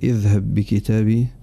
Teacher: فقد أدغمت الباء الساكنة الأولى في الباء الثانية المتحركة · Term: إدغام الساكن